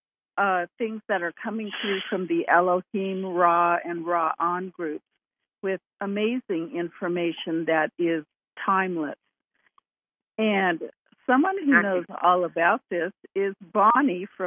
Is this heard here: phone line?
yes